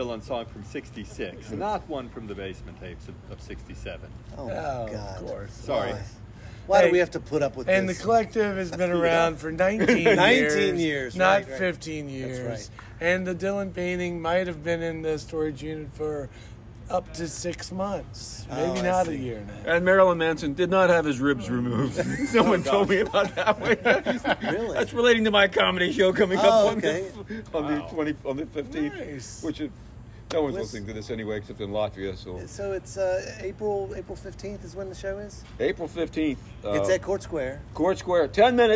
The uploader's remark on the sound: We sat outside for this one!